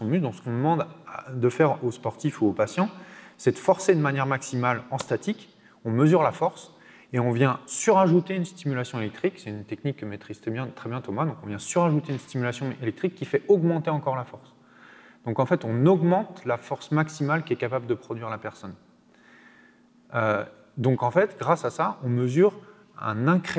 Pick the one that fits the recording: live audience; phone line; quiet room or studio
live audience